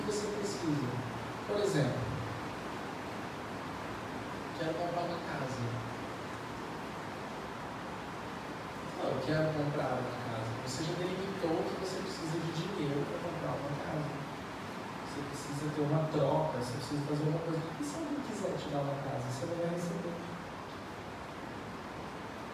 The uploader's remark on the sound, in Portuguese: Pedimos desculpas a todos pela qualidade do áudio, estava chovendo muito em Belo Horizonte neste dia.